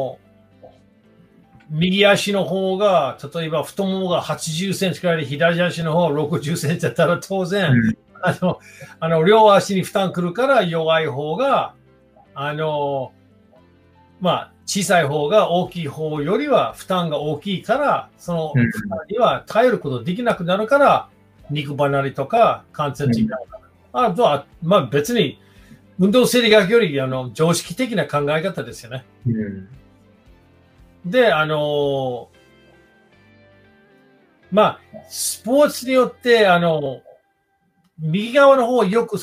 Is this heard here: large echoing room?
no